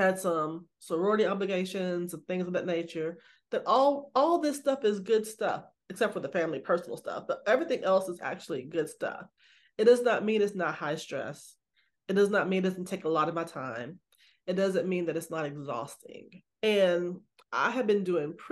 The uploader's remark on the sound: back on zoom